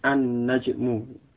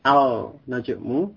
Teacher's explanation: Jadi an-najmu, bukan al-najmu, tapi an-najmu. Lamnya masuk ke huruf nun, huruf yang sesudah lam. · Shown in: first take